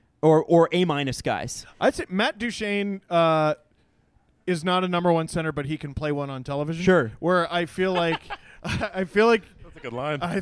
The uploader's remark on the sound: Live from Old Flame Brewery in Port Perry! Have a Q&A with the audience.